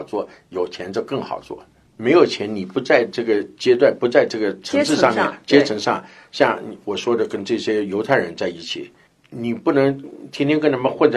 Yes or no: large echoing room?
no